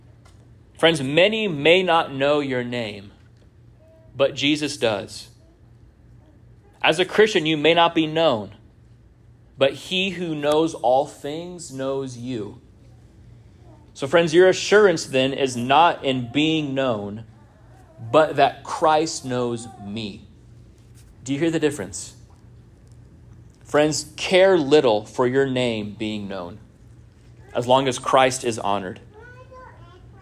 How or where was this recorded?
large echoing room